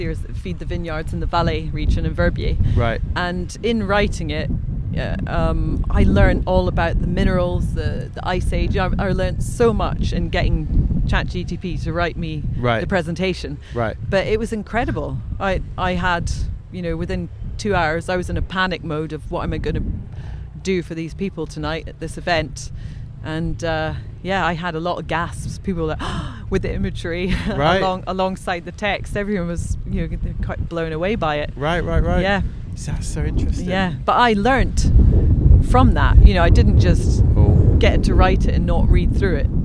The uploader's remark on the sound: We recorded this one on Brighton beach in mid May